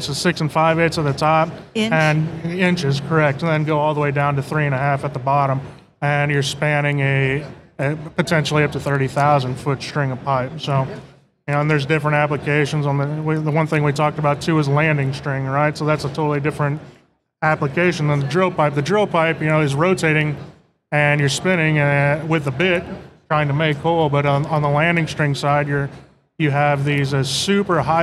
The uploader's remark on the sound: recorded at OTC 2023